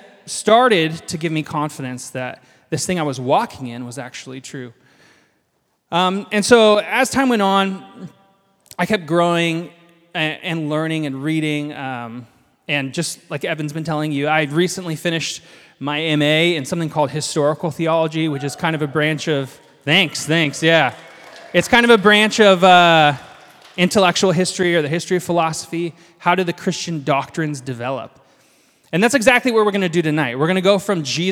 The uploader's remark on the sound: This is a live recording of our final House of Learning event from 2023 (Nov 26). The goal of the night was to share a meal and humbly learn from the first 300 years of church history all about what it means to love and follow Jesus.